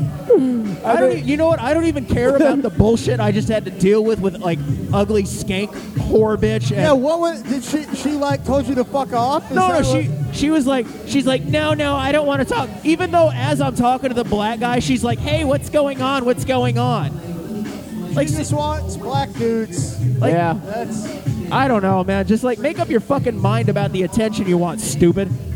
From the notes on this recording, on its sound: First Live event broadcast from the Bar Room Boston MA. The whole gang is there. From Wicked Good Internet Radio.